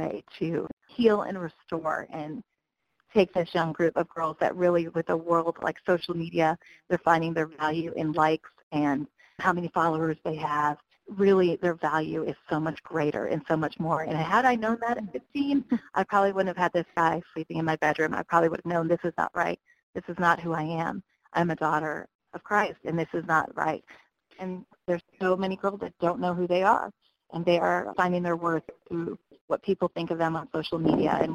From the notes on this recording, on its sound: We phone interviewed the prosecutor of his case. This recording took place during the From Cradle to Cane Conference: Crimes Against Vulnerable Victims in Charleston, SC March of 2017.